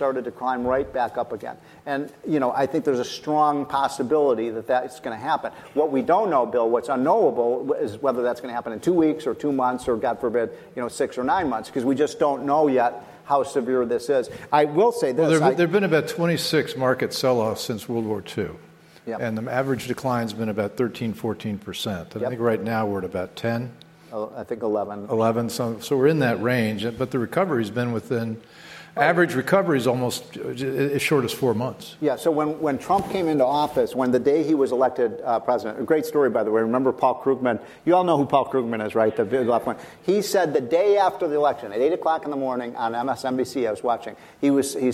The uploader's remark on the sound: at a conference with conservative leaders